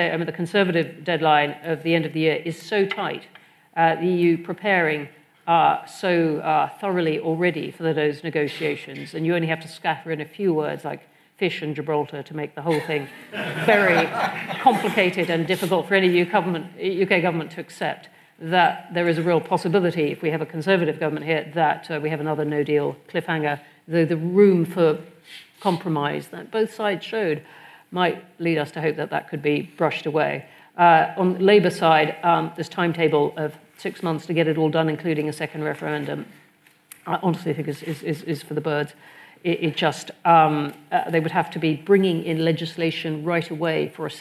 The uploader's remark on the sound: a live-recorded panel discussion